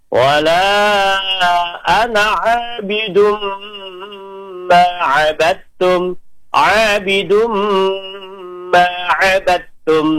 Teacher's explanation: dalnya masuk ke ta langsung. Jadi dia hilang seperti ta double, padahal dia dal dan ta, karena dal dengan ta itu satu makhraj.